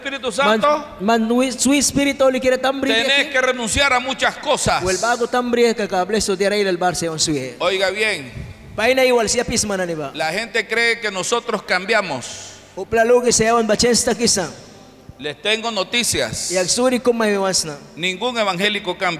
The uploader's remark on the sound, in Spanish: en vivo desde la Iglesia Torre Fuerte en Bilwi, Puerto Cabezas Nicaragua